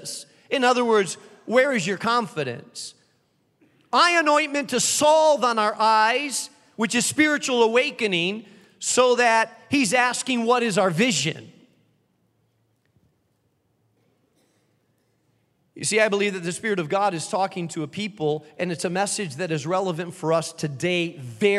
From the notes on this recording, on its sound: keynote address to those in attendance at our new Founder's Week Conference on the campus of the Moody Bible Institute